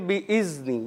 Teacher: یہ ذال جو ہے وہ زا سے تبدیل ہو جائے گا